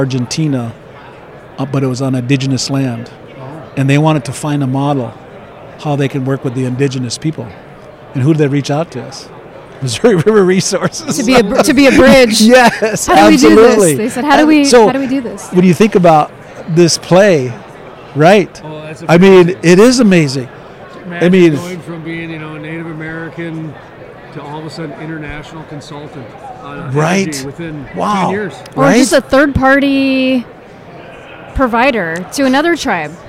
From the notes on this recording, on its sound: at the Williston Basin Petroleum Conference in Bismarck, ND.